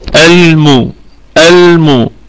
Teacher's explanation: الميم في أقل درجات الغنة، يعني في الدرجة الخامسة من درجات الغنة لأنها متحركة